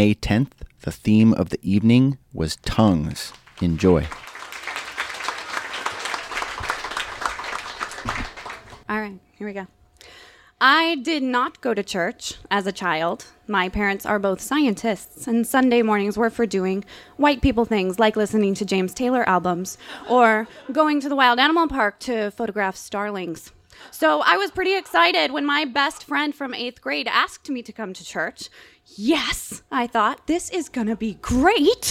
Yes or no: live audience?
yes